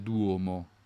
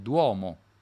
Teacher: ogni volta che abbiamo l'incontro tra la U e la O, la O è sempre aperta. · Shown in: second take